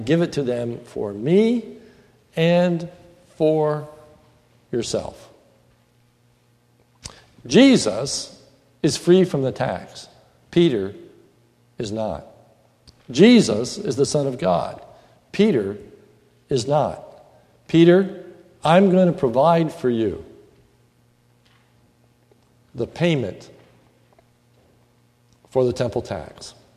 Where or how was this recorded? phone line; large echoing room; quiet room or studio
large echoing room